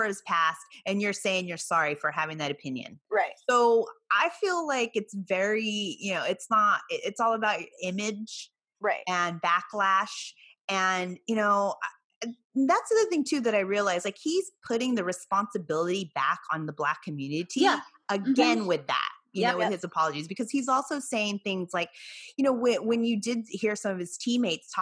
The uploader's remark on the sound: joins us on this Hoops Talk Podcast Zoom’d episode